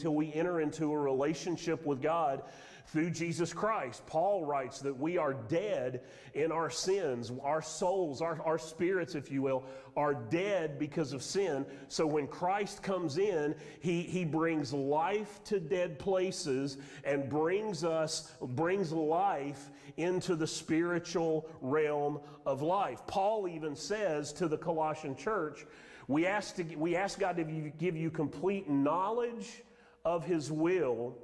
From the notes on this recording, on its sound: Sermon audio from Mission Church in Locust, NC.